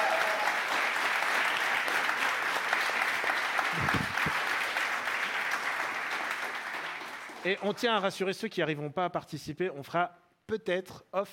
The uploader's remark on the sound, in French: L'équipe de SUMIMASEN TURBO part en LIVE depuis l'ESPOT à PARIS pour une émission spéciale en public.